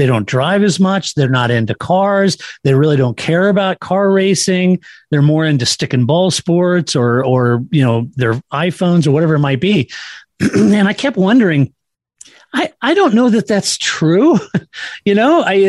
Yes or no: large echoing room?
no